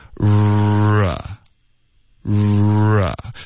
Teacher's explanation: 注意没有任何摩擦的音